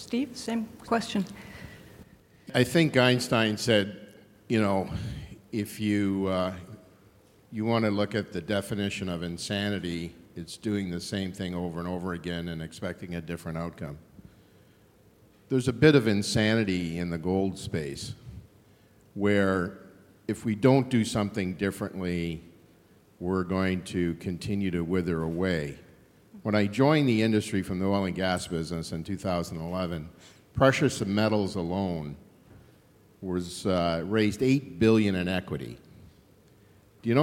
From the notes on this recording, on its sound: this free-wheeling discussion was recorded live at The Northern Miner's Canadian Mining Symposium held at Canada House in London, U.K., on May 22, 2019.